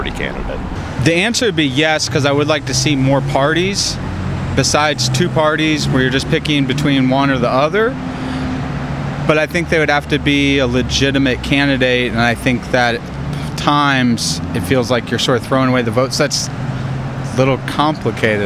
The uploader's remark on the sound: Voices in the Street hit the Streets to ask Bloomington residents when to break with the two party system.